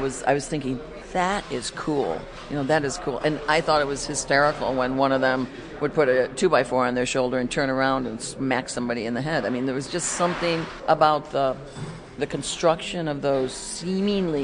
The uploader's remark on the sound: Combination live performance, community event and radio broadcast based in the New York's Catskills region.